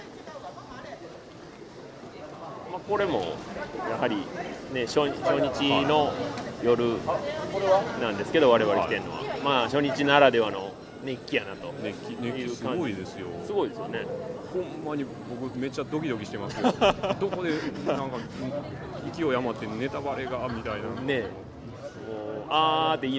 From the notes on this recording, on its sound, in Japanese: 帰路車中で録音しておりますので、。一回表より雑音を多く拾っており。